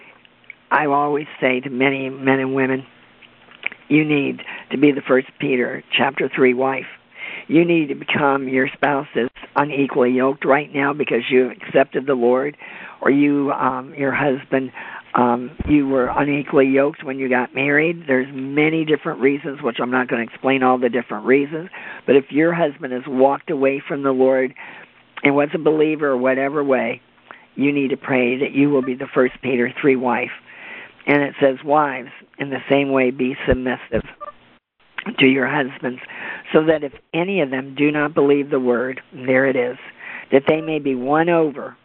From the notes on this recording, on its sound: CONFERENCE CALL.